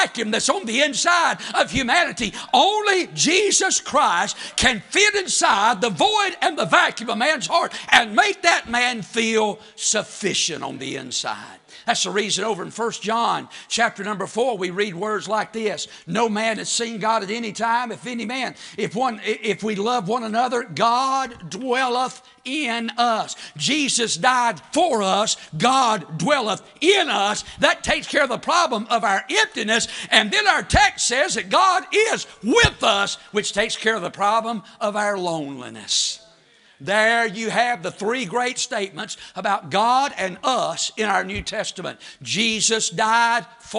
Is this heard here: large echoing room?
yes